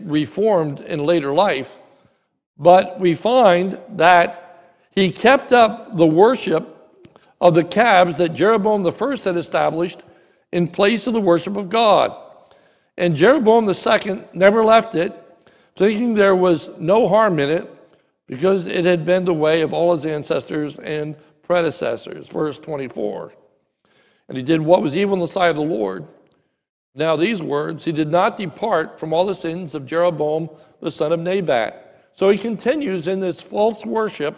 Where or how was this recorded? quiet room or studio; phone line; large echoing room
large echoing room